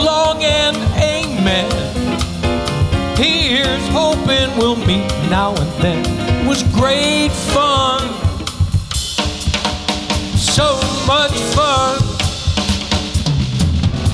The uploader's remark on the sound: Live at the SouthPoint Casino